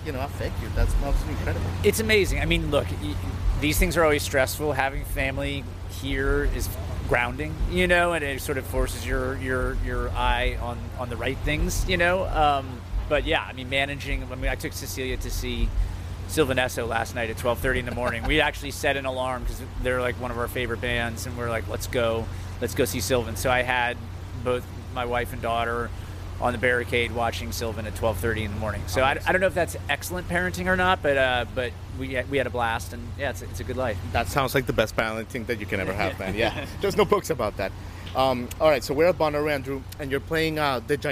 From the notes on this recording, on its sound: Special episode Live from Bonnaroo 2023. We meet backstage.